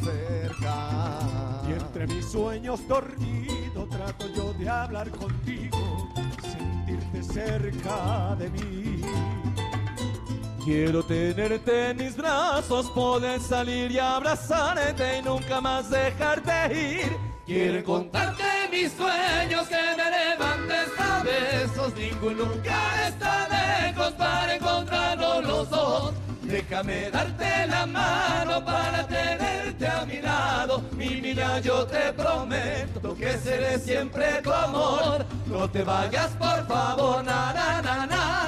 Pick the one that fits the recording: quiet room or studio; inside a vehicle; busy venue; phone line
busy venue